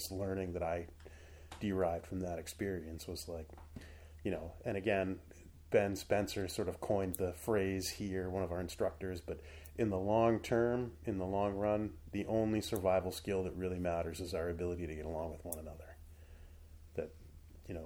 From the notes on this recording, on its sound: The audio levels are low so you&#8217;ll have to turn it up. The audio levels are low so you’ll have to turn it up.